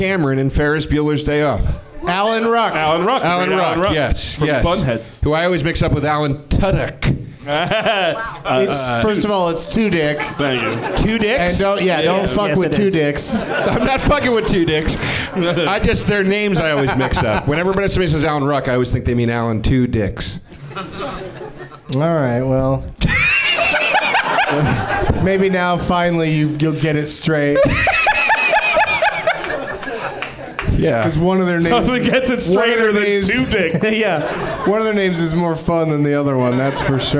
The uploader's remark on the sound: Live from the NerdMelt Showroom in LA